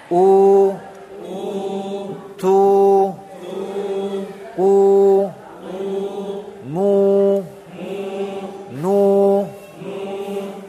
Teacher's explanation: Jadi ketika panjangnya itu ya, posisi bibirnya maju ke depan. · Term: Dhammah diikuti waw sukun